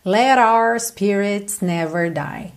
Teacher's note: Então, let, o T virou rarara.